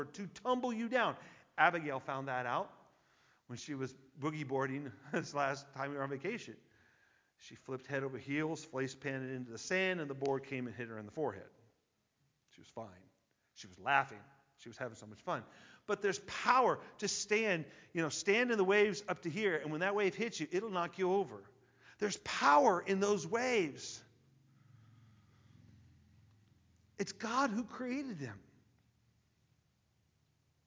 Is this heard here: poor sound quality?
no